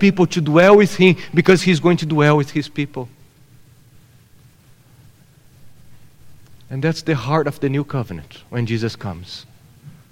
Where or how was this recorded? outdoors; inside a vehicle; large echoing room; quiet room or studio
large echoing room